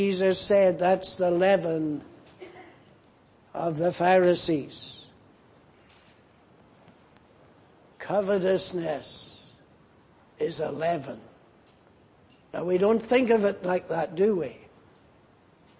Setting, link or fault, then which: setting, large echoing room